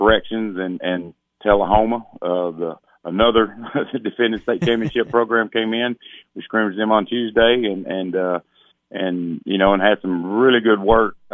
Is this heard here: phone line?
yes